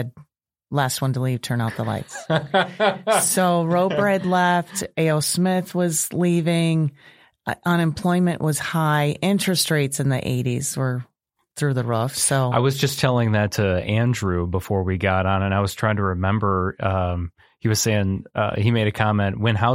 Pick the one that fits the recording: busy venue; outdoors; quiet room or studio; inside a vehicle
quiet room or studio